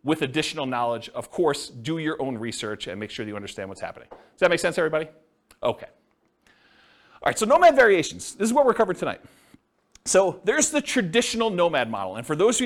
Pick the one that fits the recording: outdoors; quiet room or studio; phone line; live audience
live audience